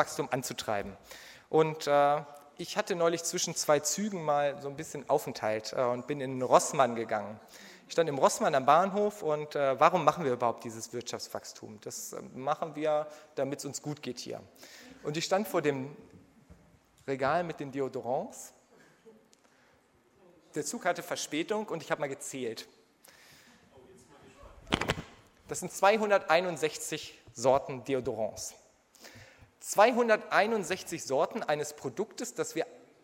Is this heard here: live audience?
yes